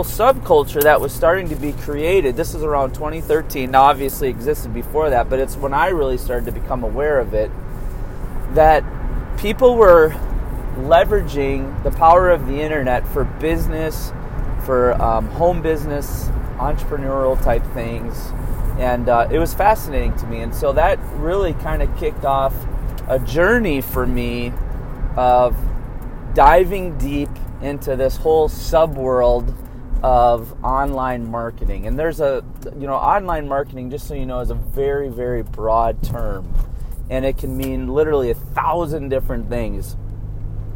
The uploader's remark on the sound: Thought I would record a quick podcat with just my iPhone and earbuds.